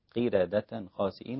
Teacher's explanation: وكلمة قردة خاسئين رقق الراء الإمام ورش